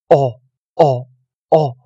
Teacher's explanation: 要把声音往喉咙的后方压住的时候，哦，哦，哦，好像去念哦，但是把它压得靠近喉咙，短短地念出来 · Term: 短哦音